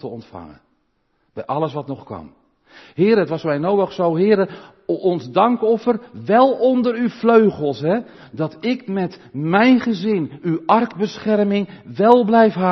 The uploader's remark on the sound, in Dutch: De preek is op 13 november 2022 opgenomen in de Maranathakerk in Groningen